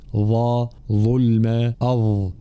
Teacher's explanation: في قوله تعالى فلا يخاف ظلما ولا هضما الانتباه هنا طبعا كلمة ظلما بالضاء المشالة مخرجها طرف اللسان مع أطراف الثنايا العليا